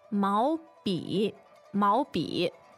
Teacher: So that's second tone, third tone, right?